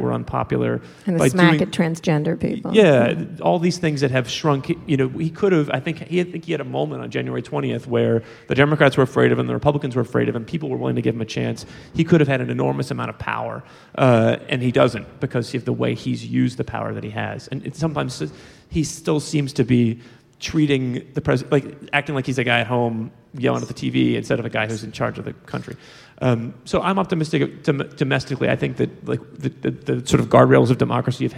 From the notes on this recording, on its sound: at the 2017 Texas Tribune Festival in Austin